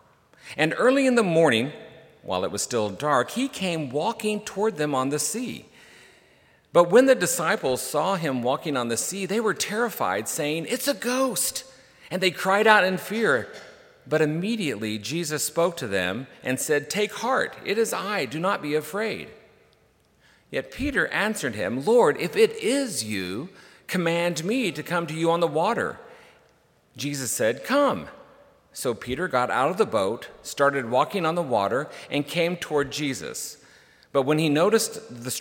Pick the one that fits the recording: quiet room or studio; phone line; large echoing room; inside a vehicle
large echoing room